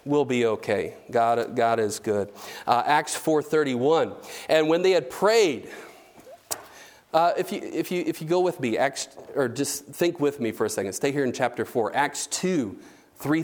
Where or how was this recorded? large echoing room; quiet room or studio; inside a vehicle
large echoing room